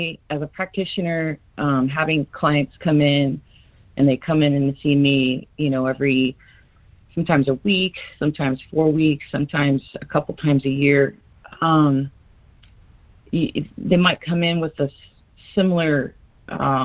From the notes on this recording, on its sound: ACIM Daily Conference Call.